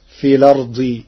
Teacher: بنقل حركة الهمز إلى الساكن قبلها فتصير في الأرض تخفيفا.